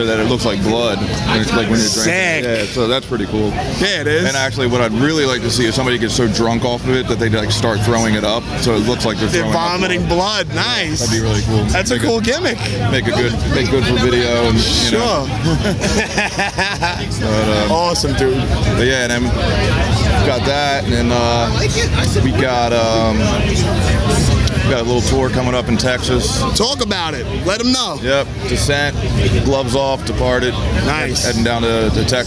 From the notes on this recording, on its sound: Recorded Live from The Electric Factory in Philadelphia at this year's This Is Hardcore Festival.